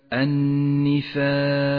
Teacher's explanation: الألف تتبع ما قبلها في الترقيق والتفخيم وهي في هذا الموضع مرققة · Term: الألف المرققة